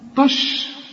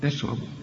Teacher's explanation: الراء هي المفخمة، رقق التاء والشين · Shown in: second take · وانا قلت لك قبل كده كل شين في القرآن مرققة وكل تاء في القرآن مرققة.